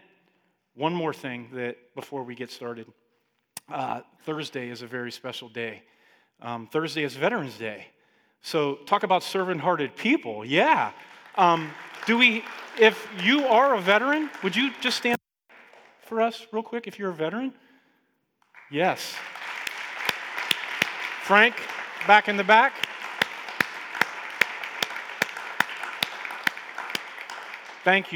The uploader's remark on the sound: Listen along to our live Sunday Teaching